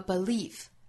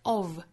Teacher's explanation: belief 这里面字母 f 就读清辅音，而前面的 of 这个小词呢字母 f 就读浊辅音了。在单独读这两个词的时候注意是 of 和 belief.